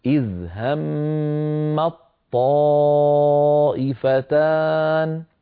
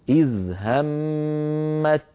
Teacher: ويتحول النطق إلى طاء مشددة، يعني همت نجعلها همط آخرها طاء · Shown in: first take · وندغم الطاء في الطاء التي بعدها، فتصيران طاء واحدة مشددة هكذا.